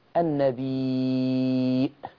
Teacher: الياء دي اتمدت مد متصل 6 حركات بمقدار الاشباع. يبقى لما ورش هيثبت الهمز، اذا اثبت ورش الهمز فمعنى ذلك انها تمد مد متصل بمقدار الاشباع.